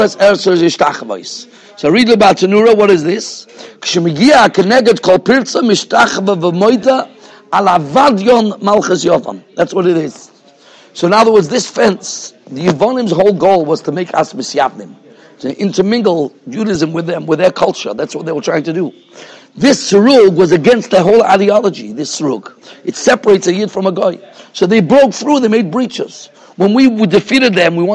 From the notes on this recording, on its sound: Shiur recorded in Yeshivas Ohr Reuven, Monsey, NY